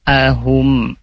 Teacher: hum di sini tidak ditahan, ya, idhar syafawi, hanya dibaca jelas saja